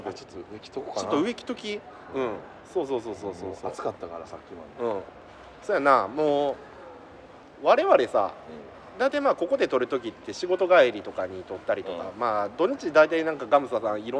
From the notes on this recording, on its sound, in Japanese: 公園で収録してます。